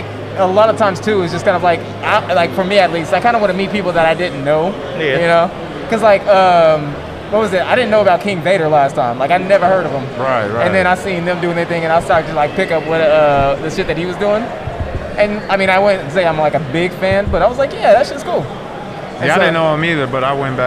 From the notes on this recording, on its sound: we're at DreamCon